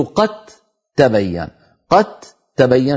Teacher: يعني قد تبين دال ساكنة بعدها تاء، صحيح أنهما حرفان متجانسان ومن المخرج نفسه، لكن لا يمكن إدغام دال في تاء إلا إن حولنا الدال في قد إلى تاء، فعندئذ تصير قد تبين، قد تبين، فيلتقي تاءان يعني متماثلان والأول ساكن، فندغم الأول في الثاني فتصير قد تبين.